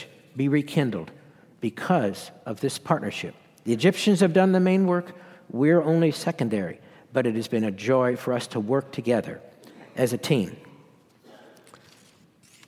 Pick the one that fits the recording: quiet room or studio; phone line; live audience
live audience